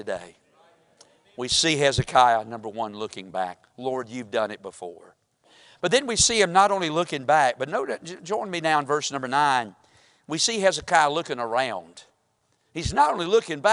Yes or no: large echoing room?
yes